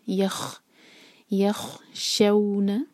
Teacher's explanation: جب ہم خوا کی آواز نکالیں تو میک شیور کیسے آواز ہو کہ جیسے ہم گلا صاف کرتے ہیں